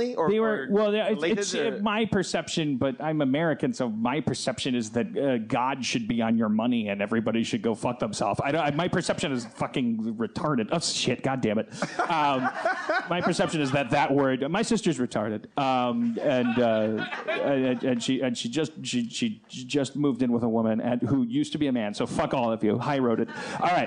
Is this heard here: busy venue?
yes